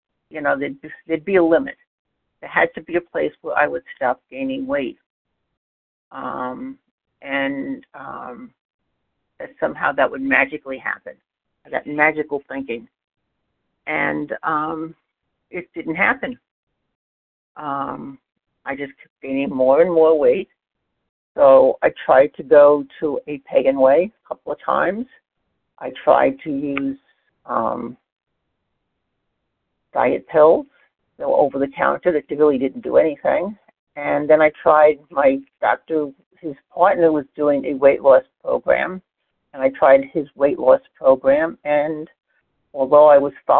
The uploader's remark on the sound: 100 Pounders Phone Meeting, 7/18/23